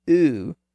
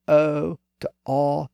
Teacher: When we pronounce the highest back vowel sound, oo, there's a slight raising of the back part of the tongue toward that position. And as we move lower from oo to O, to A, and so on, once again, the tongue lowers and flattens out a bit.